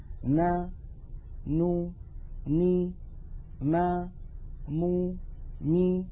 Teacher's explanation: هذه الأصوات 6 فيها غنة أنقص ما تكون وهي متساوية في الزمن